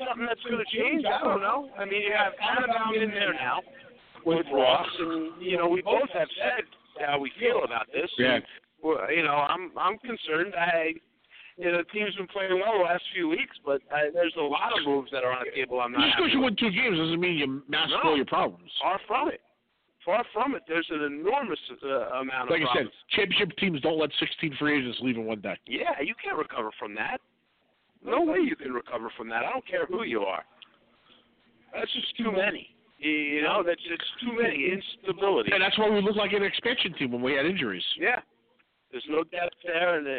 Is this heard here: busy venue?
yes